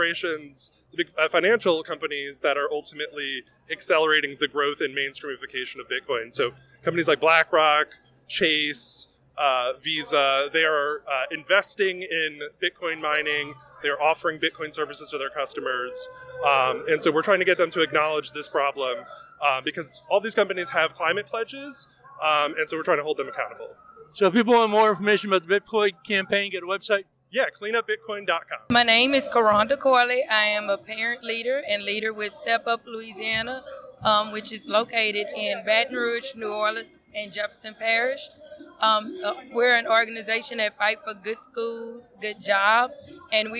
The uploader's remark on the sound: Voices from the Sept. 17 End Fossil Fuels Climate March